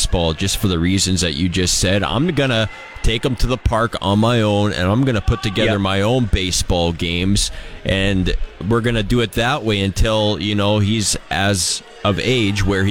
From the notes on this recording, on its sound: LIVE in Moose Jaw at the International Para Hockey Championship